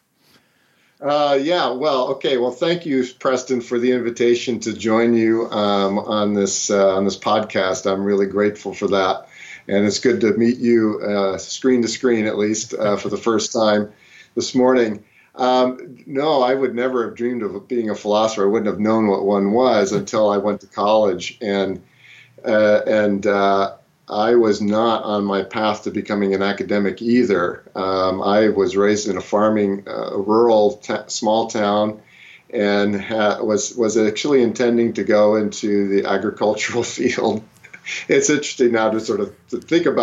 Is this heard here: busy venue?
no